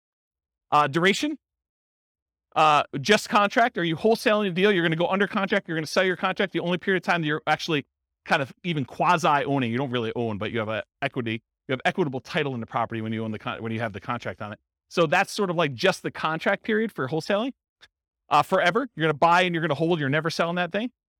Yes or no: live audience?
yes